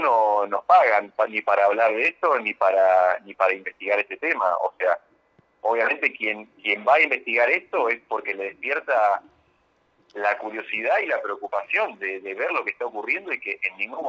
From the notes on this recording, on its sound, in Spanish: Charla Telefonica